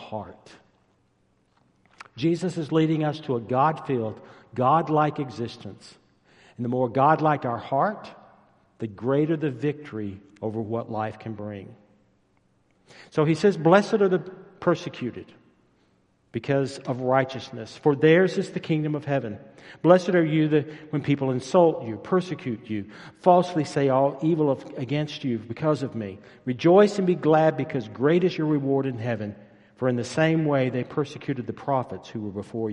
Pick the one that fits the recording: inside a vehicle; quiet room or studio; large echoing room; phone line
large echoing room